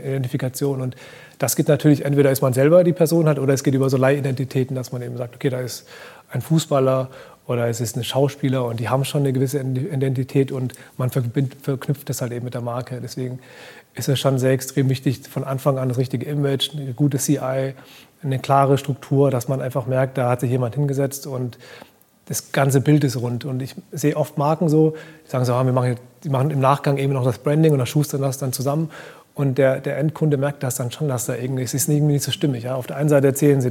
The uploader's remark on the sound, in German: Live vom Demo Day des 6.